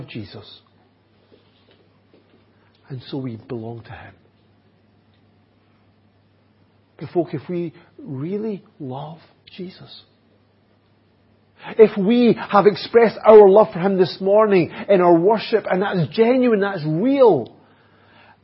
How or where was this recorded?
large echoing room